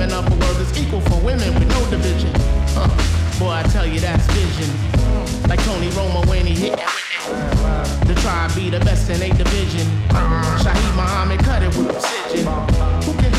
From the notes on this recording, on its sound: Broadcast live on December 12, 2016 from the storefront of The Late Late Bar on Houston Street in New York City.